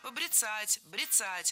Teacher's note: Это слово имеет настолько непривычное ударение, что большинство людей не слышали и не представляют, что правильно побрицать, брицать. Ударение в этом глаголе и в однокоренных глаголах ставится за корнем.